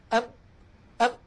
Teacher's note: أم أن أم، لما أقول أم يحدث أمراني، تنطبق الشفتان ويخرج من الخيشوم عن طريق فتحتي الأنف صوت، مجموع هذا العمل يشكل حرف الميم، بدليل لو أني سددت الأنف وقلت ونطقت ميم ساكنة يختل الصوت. اسمعوا لو سمحتم، أم أم، نلاحظ بأن الصوت قد اختل، وما قلناه عن الميم ينطبق على النون، فالنون تتألف من جزء لساني سوف نتكلم عنه عند كلامنا على الحروف اللسانية، ويصاحب هذا الصوت من الخيشوم وهو الغنة.